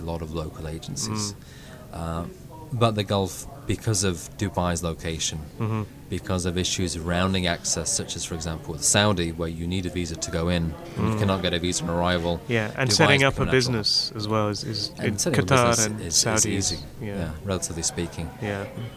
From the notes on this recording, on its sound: Podcasting live from the World PR Forum 2016 in Toronto